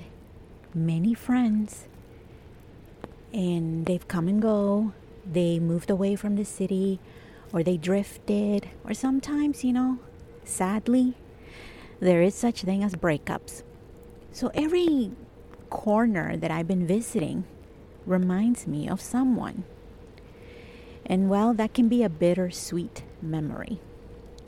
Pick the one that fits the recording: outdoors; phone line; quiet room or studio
outdoors